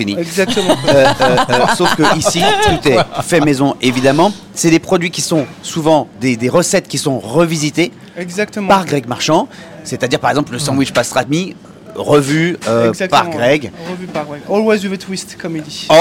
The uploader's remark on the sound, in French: Faire un tour dans les cuisines du restaurant FRENCHIE TO GO qui nous accueille pour l’enregistrement.